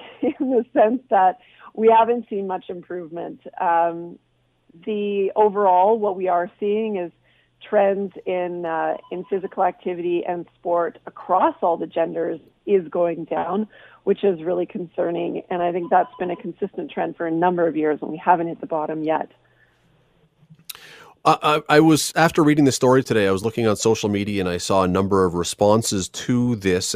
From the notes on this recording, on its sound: opens the phone lines to get your opinion